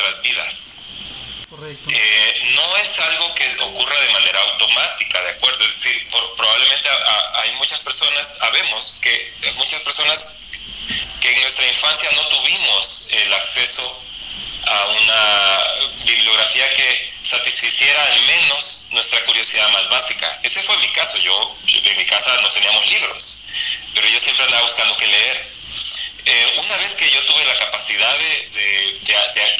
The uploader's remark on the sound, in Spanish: En vivo en sonar rock programa libre y soberano, y tenemos en línea a un amigo querido.